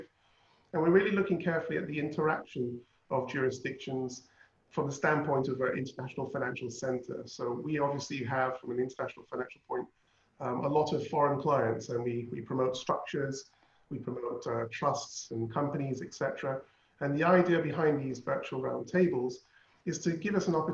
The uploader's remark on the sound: Webinar audio recording dated 3 Jun 2020.